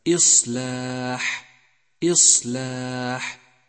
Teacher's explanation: لاحظ صفة الصفير لحرف الصاد من كلمة إصلاح إصلاح، فالفظه بشكل صحيح فله صوت يشبه صوت الطائر.